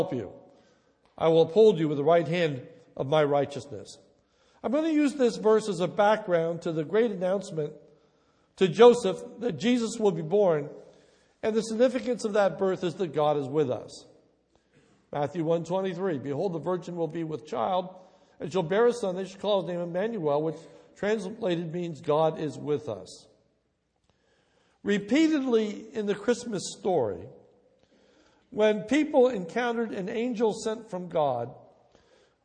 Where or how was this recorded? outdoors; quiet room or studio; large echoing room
large echoing room